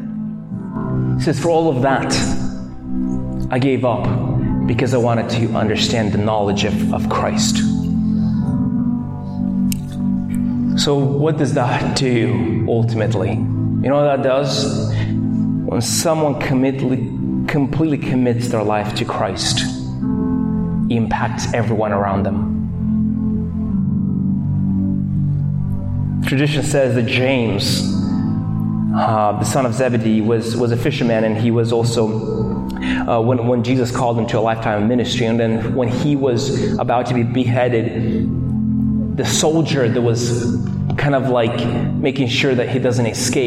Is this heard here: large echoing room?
yes